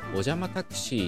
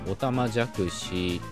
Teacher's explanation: こういうふうに音の順番が入れ替わっちゃうことを音位転換 · Shown in: first take